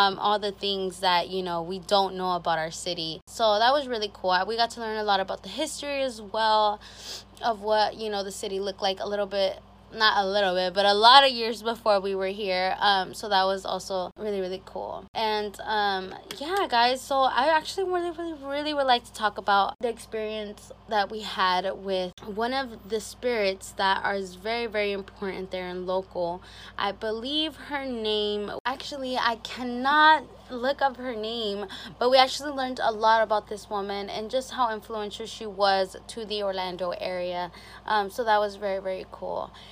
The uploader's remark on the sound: First hunted Group Tour. The setting of this episode was recorded while on a ghost tour.